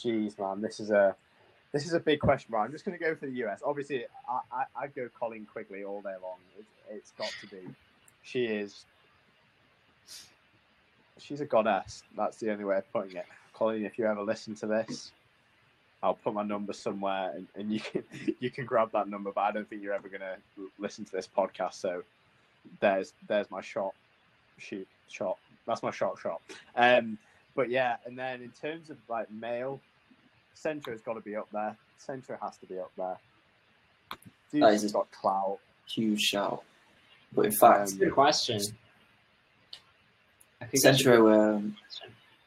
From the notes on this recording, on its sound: We speak about pretty much everything under the sun whilst managing with some audio issues.